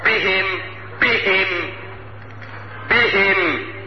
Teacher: قال لك تعالى يا سيدي يجب بيان الشدة التي في الباء حتى تظهر كالعيان لو جاورت حرفا خفيا كالهاء